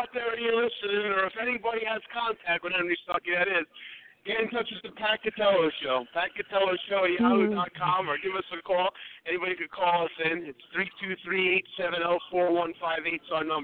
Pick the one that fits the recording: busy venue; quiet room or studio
busy venue